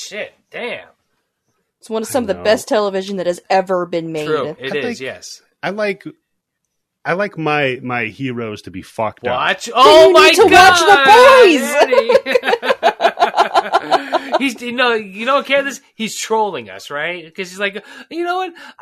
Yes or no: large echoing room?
no